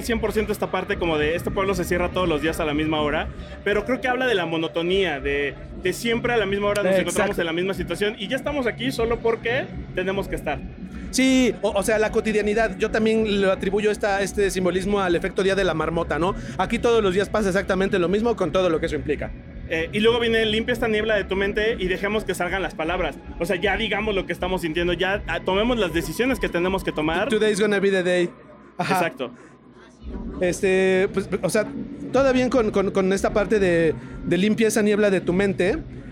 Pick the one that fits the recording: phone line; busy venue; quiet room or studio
busy venue